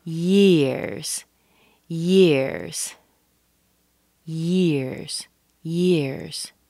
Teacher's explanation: Start with an E, E as in cheese. Go to an I as in hit and feel the glide.